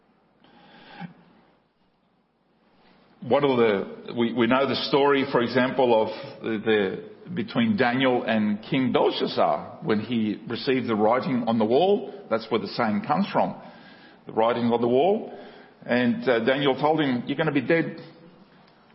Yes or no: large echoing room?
yes